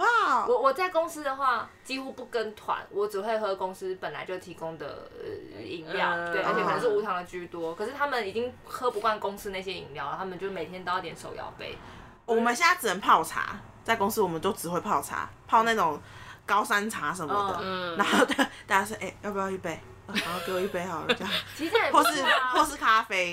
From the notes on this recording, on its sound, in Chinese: 由於在同一個空間錄音，迴音有點大，敬請見諒。